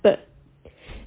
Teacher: Ba has shidda, it does not have sound flow.